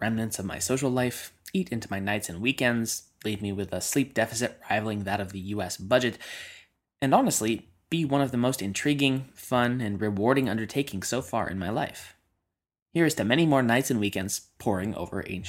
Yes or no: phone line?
no